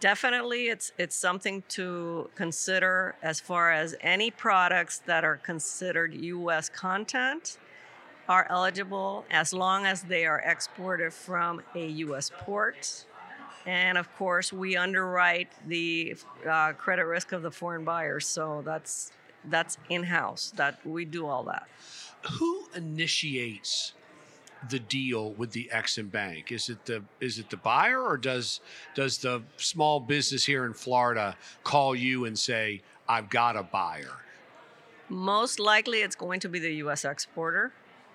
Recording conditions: busy venue